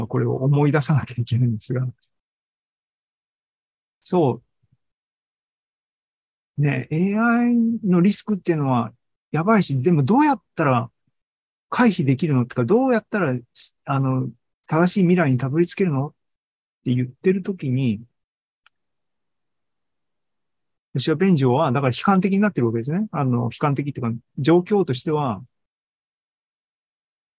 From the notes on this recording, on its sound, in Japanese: ZOOMライブの模様です。